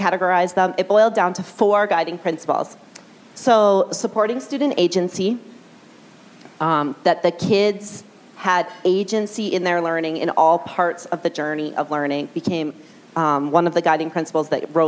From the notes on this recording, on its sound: A session from a LeadMeet gathering that was held at the Royal Glenora Club in Edmonton. LeadMeets are evening gatherings organized by the CSL where local leaders share their tips for positively impacting student learning.